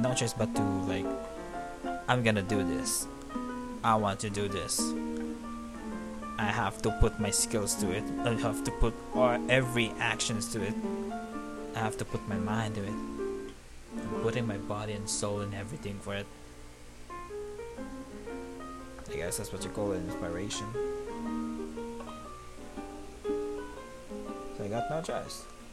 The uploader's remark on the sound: Sorry for the load background music